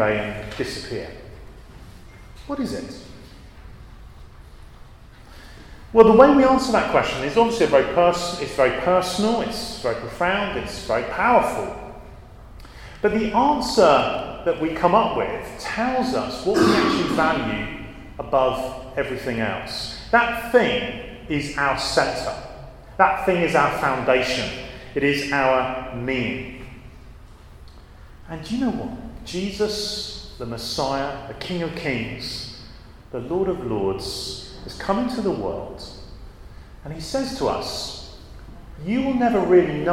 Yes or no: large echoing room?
yes